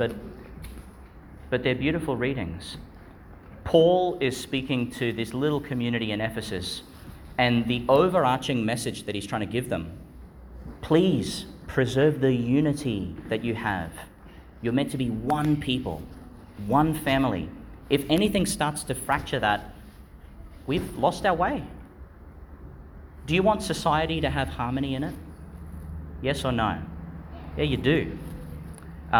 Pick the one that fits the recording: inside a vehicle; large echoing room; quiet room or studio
large echoing room